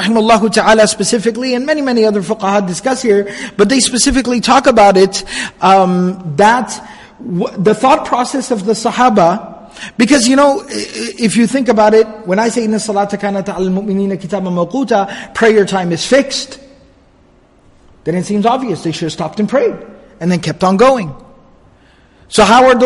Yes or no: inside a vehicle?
no